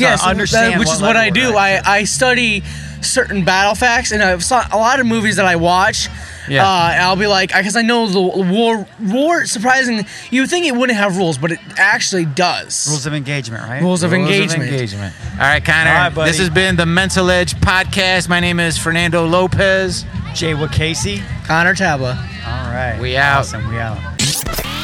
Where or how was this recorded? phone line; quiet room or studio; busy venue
busy venue